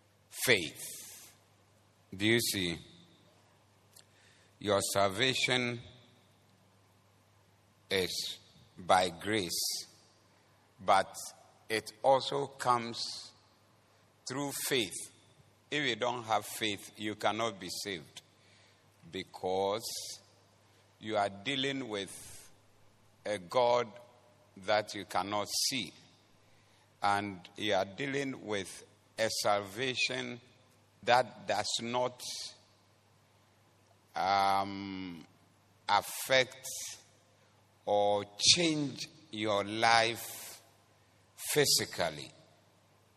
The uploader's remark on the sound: Preached at The Doxa Service